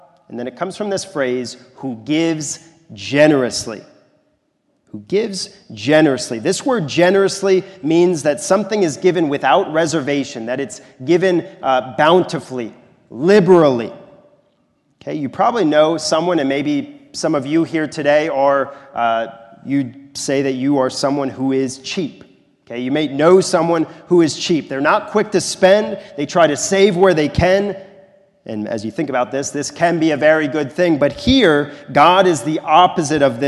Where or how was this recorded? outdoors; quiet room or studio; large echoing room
large echoing room